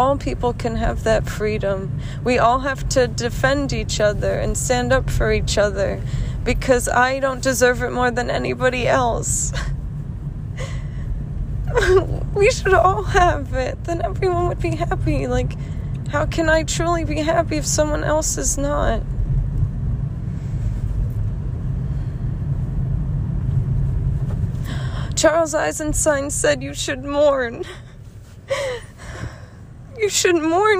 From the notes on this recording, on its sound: This was a quick ramble in the car